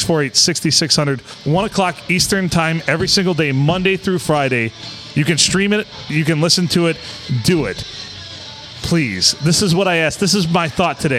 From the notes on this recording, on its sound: Recorded and a round table with a "reserved" bottle in the middle at the Blue.